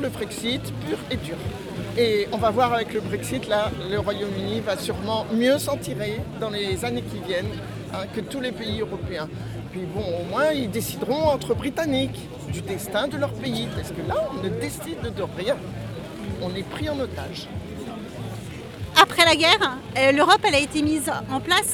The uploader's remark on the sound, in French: Interviews enregistrées à Nantes le 14 janvier 2019 lors de la manifestation contre le projet de réforme des retraites…